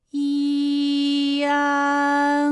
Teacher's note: 发 i 后软腭下降，逐渐增强鼻音色彩